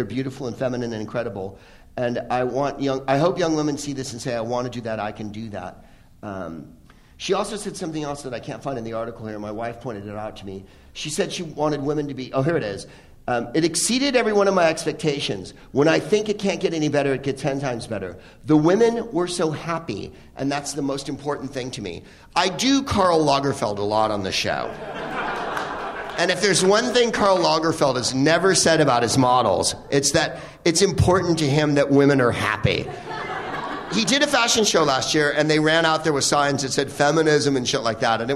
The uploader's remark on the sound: Live from the Upfront Theater in Bellingham.